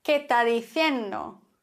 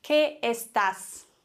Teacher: S am Ende vom Wort wird sehr gerne abgeflacht. Einfach nicht wirklich stark ausgesprochen. · Shown in: first take